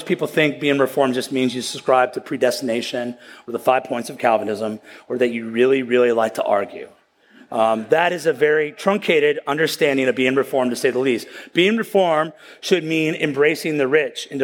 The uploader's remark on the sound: at the County Before Country Conference 2023